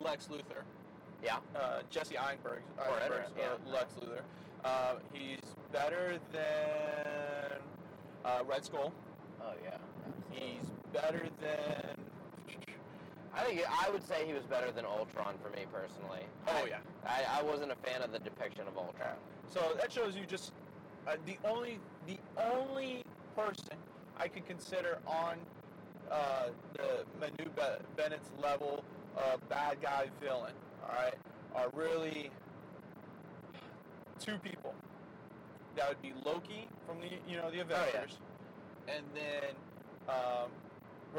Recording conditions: inside a vehicle